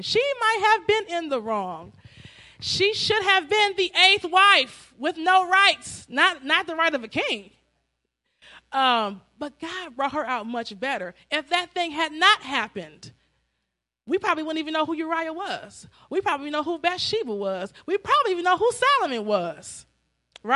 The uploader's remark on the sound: Celebration Of Praise And Worship Service